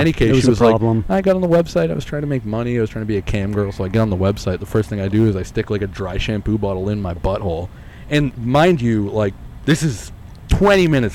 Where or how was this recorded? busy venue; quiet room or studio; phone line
busy venue